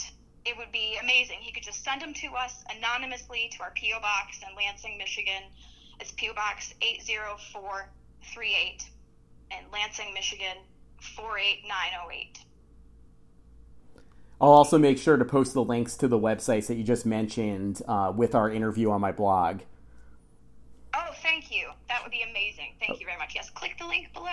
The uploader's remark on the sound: I recently had a phone interview